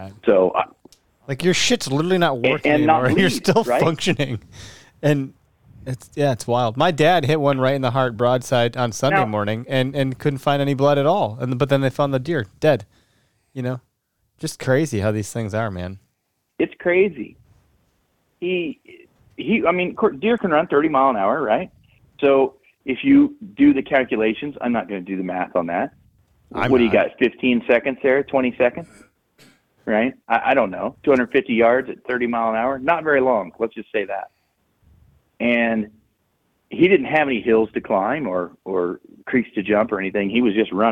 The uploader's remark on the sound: A few of our listeners called into the live broadcast and shared their stories about some of the bucks they tagged this season.